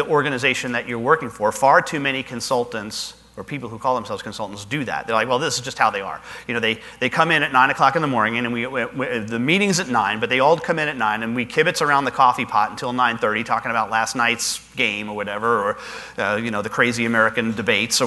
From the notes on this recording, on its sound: Live Broadcast at the The IPBC IGNITE Conference